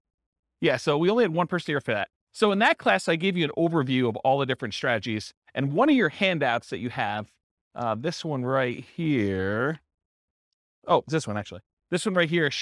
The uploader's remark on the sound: This was a live class recorded